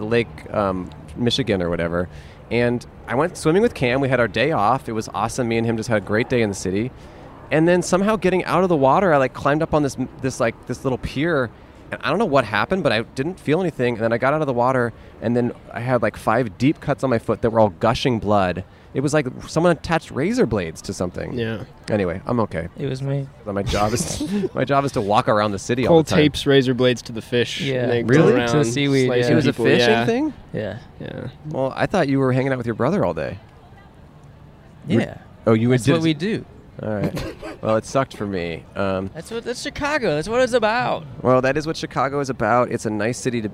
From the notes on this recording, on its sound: We set up at Chicago's famous shiny legume! Recorded on 9/17/21 at Cloud Gate (The Bean) in Chicago.